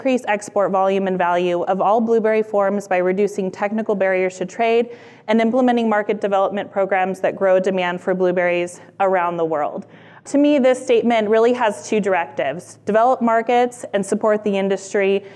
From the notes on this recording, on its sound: Presented together at the conference. Recorded live at the conference.